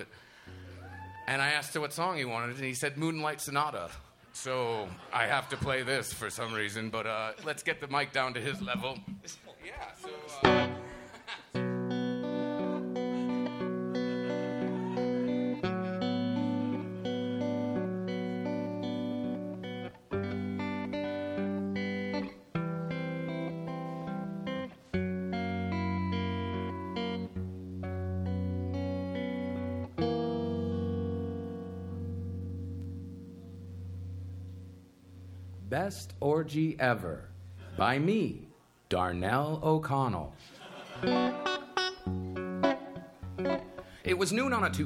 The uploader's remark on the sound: At the high plains comedy fest in Denver.